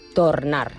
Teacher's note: al País Valencià, què fan? La O es pronuncia tal qual i també pronuncien la R. Així que el verb tornar es converteix en tornar a València.